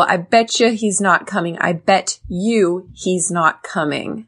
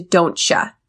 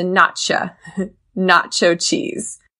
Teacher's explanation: Sometimes in English, when there's a T next to a Y, it makes a ch sound.